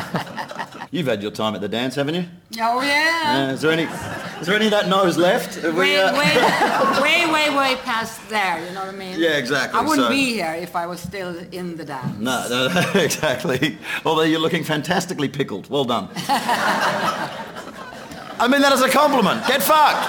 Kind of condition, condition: setting, live audience